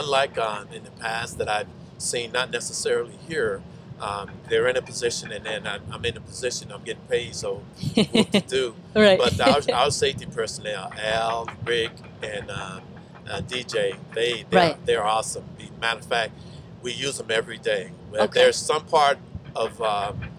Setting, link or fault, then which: setting, outdoors